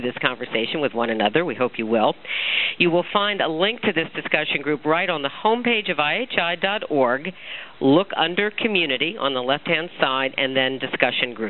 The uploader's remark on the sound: May 2005 Author in the Room® Teleconference